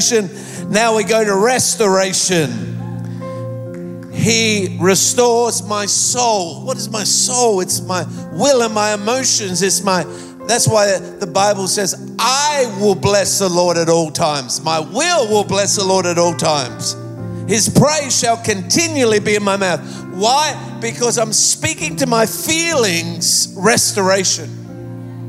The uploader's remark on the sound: Recorded live at Planetshakers Church (Melbourne).